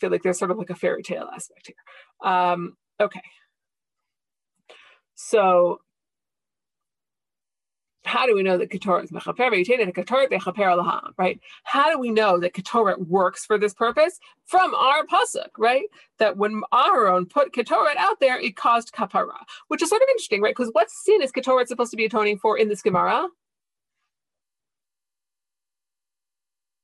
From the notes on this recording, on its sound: This audio was originally captured from Zoom